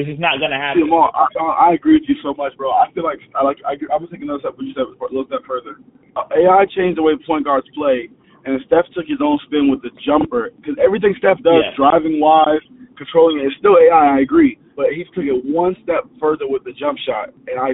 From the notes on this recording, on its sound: A snippet of a phone call.